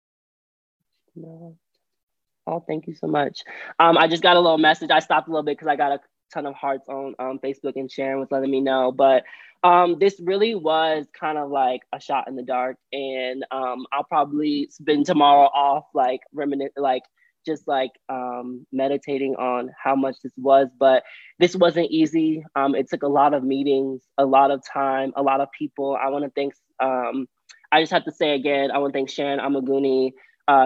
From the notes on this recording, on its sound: We will hear from members of the trans and the non-binary community at the City of Boston virtual Trans and Non-binary Town Hall. This town hall collected written and oral testimony specifically from trans, nonbinary, genderqueer, and gender-expansive individuals currently living in the Greater Boston area.